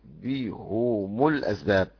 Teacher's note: يضم الهاء على الاصل هم ويضم الميم تبعا لها، والباقي كحفص يكسر الهاء وضم الميم بهم الاسباب.